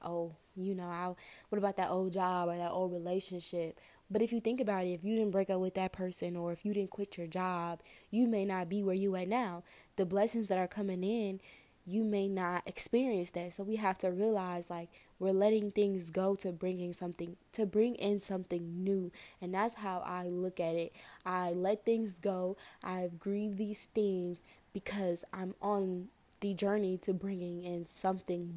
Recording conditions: background noise